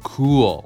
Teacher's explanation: うがかなり口をすぼめたこのうーだよね